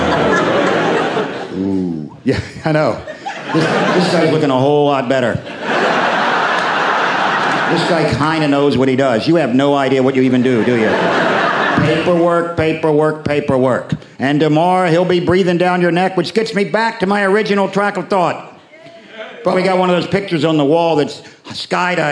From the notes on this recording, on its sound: 3:10 to Humour Live at the Vaudeville Theatre. Recorded in London's West End at the Vaudeville Theatre.